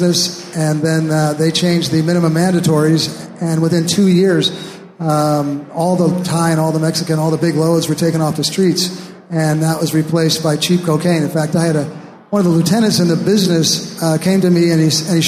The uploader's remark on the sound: Live From the Hawaii Cannabis Expo 2019. Recorded live on stage at the 2019 Hawaii Cannabis Expo in Honolulu.